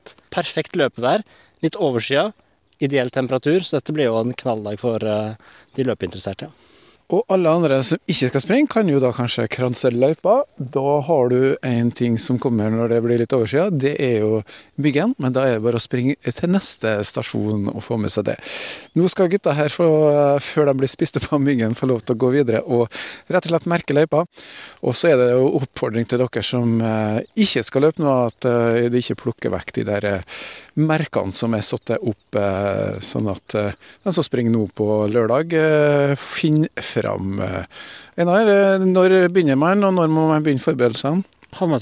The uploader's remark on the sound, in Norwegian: Halvmaraton med bølgeskvulp i Kristiansund. Sommerradioens utsendte påtraff to løpeglade fra Norodd som var ute og gjorde klar løypene.